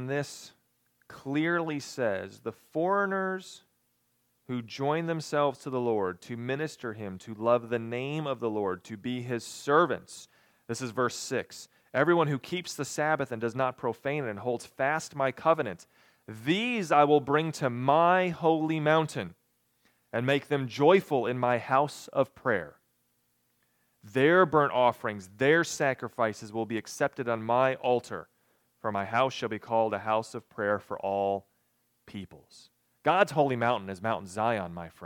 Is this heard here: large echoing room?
yes